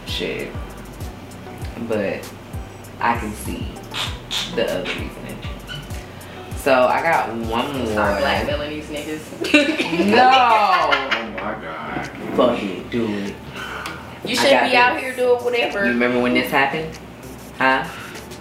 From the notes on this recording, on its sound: Sorry, this sound is a little janky as well